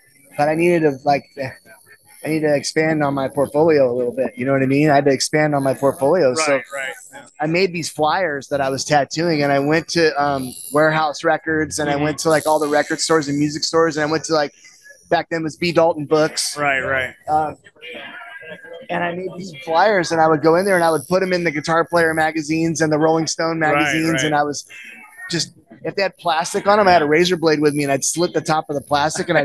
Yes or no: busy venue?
yes